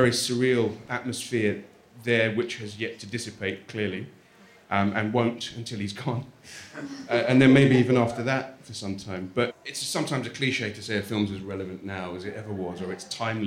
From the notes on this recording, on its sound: In this special live episode of the podcast